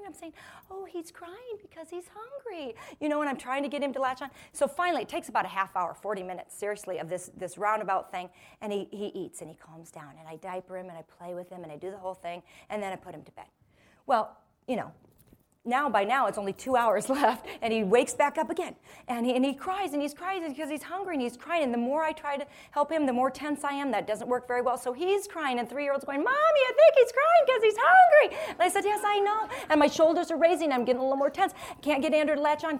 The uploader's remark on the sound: This episode contains a portion of a talk given to a live audience.